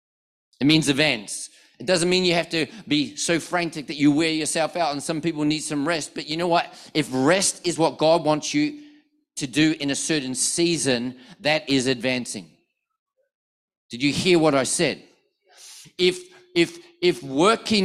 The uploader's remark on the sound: One of our NEUMA global prophetic ministers was in Perth this weekend and preached a powerful message at our 4pm NEUMA Perth South service.